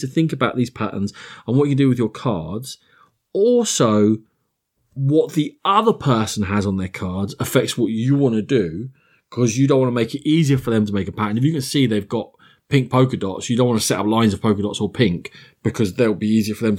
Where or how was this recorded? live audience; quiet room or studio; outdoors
quiet room or studio